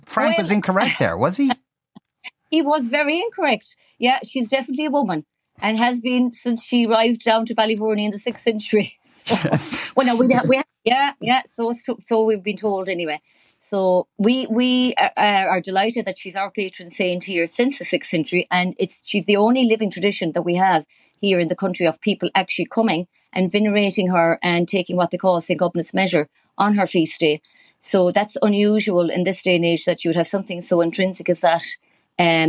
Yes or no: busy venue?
no